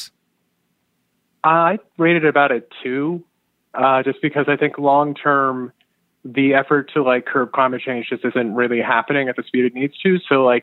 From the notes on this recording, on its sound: We open the phones to hear what’s on your mind. The podcast episodes are lightly edited from our live broadcasts.